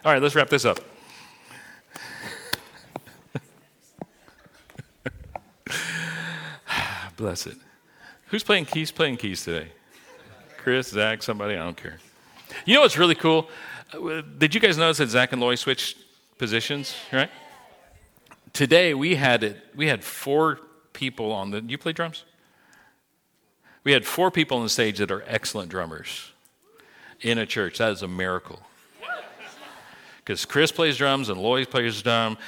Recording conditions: large echoing room